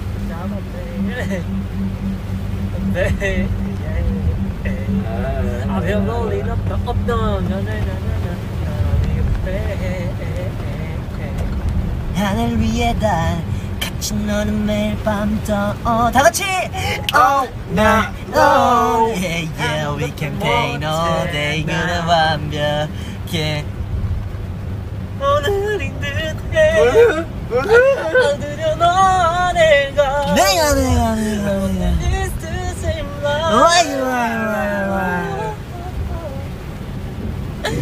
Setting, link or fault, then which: fault, background noise